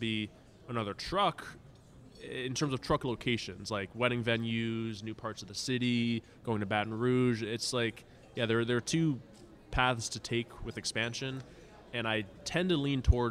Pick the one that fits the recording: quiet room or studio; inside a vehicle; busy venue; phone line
busy venue